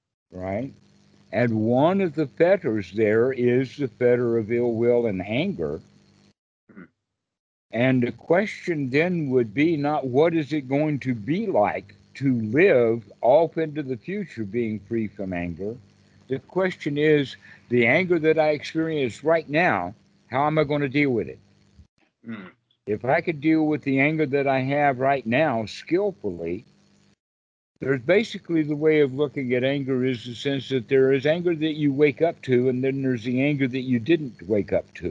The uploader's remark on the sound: skype calls on this channel